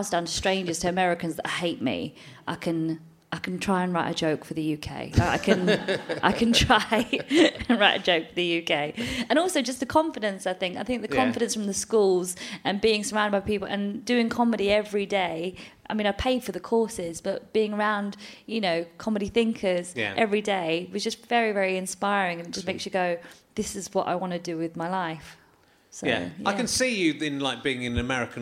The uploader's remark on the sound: chats to a man in the audience